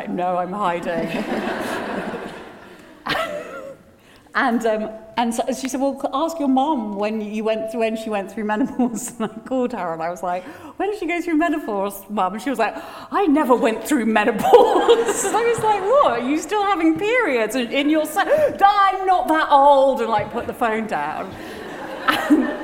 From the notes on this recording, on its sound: With a live audience at Henley Literary Festival.